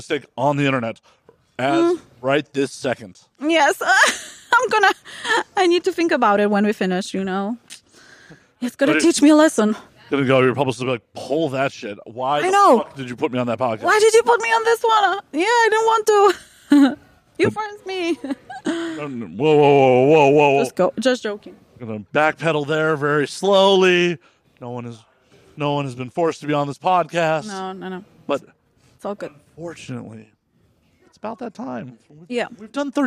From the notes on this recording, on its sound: “Live” from AVN 2023